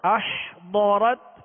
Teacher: ضاد کو پر پڑھیں گے حرف مستعلیہ میں سے